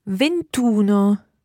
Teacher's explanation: we drop the E sound at the end of 20 and add in uno